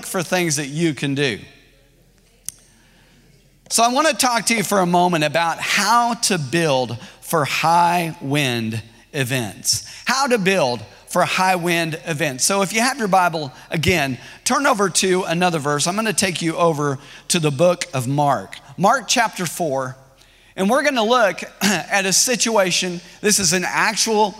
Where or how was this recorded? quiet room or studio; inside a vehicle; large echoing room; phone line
large echoing room